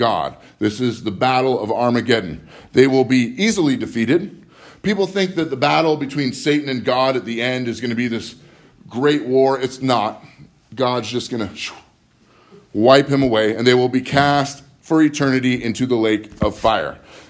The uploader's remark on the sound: Live from Living Word.